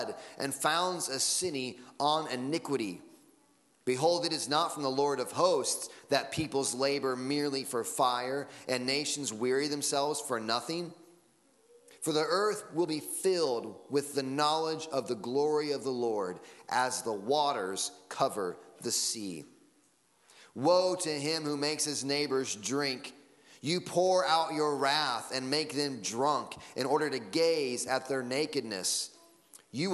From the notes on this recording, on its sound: Sunday Morning Sermon Audio.